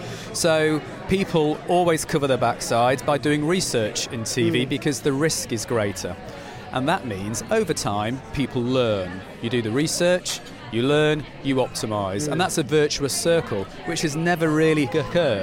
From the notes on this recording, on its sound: This week we’re at the all-you-can-eat media buffet that is The Future Of Audio Europe. This week we’re at the all-you-can-eat media buffet that is The Future Of Audio Europe. Thanks to The Future Of Audio Europe, powered by The Media Leader, for being such gracious hosts.